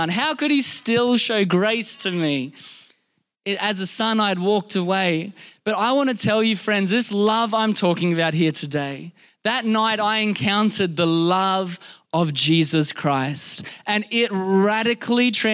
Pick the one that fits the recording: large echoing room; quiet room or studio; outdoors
large echoing room